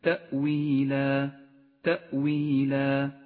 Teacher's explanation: هو مد في حالة الوقف عوض عن فتحتي النصب في حالة الوصل · Term: مد العوض